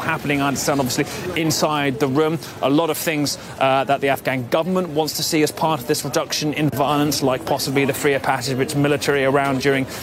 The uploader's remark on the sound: live from the New York Stock Exchange